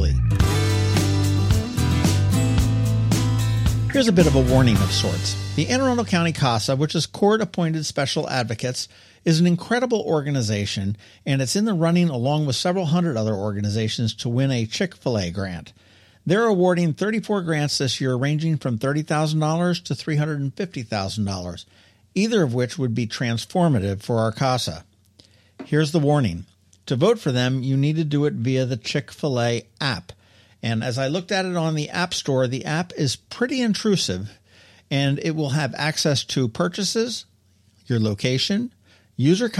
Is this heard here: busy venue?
no